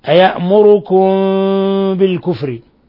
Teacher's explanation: فالحكم التجويدي إخفاء شفوي لوقوع الباء بعد الميم الساكنة